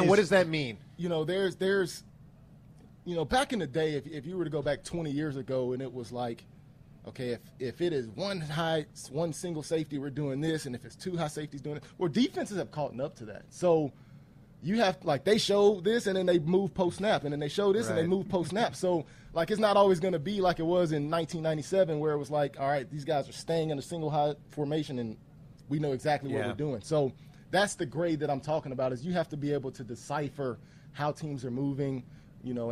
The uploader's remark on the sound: joins the morning show live from training camp